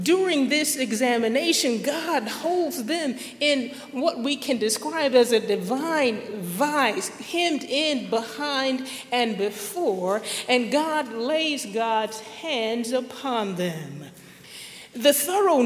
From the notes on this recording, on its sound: at Highland Baptist Church, Louisville, Kentucky